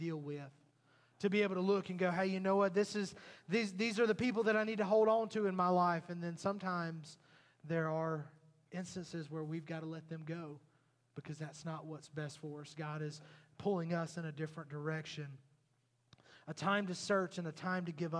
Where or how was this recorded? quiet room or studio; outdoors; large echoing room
large echoing room